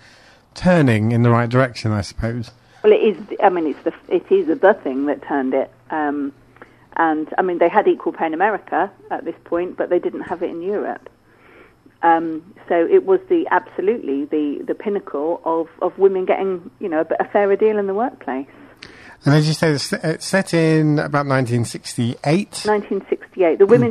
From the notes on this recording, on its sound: joined on the phone